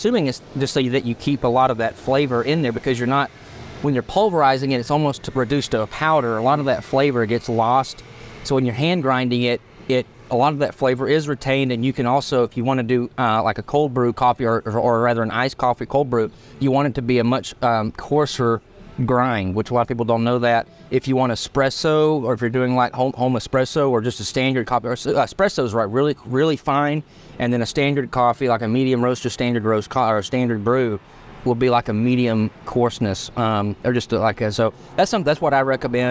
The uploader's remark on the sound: This episode is recorded outside Sunflour Community Bakery, surrounded by the aroma of fresh herbs and the spirit of sustainable dining.